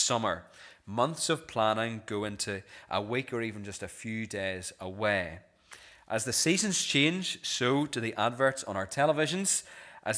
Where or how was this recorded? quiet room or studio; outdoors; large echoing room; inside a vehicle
large echoing room